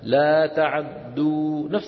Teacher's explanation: وبعضهم اختلس هذه الفتحة، فتحة العين هكذا، لا تعدوا، نفس الموضوع اللي هو إيش؟ الإسراع مع خفض الصوت